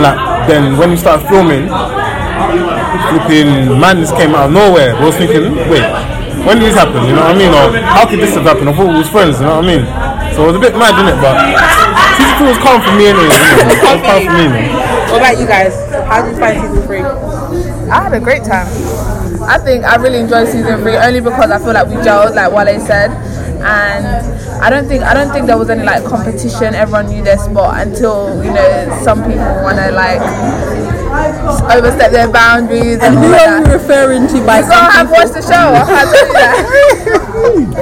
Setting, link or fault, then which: setting, busy venue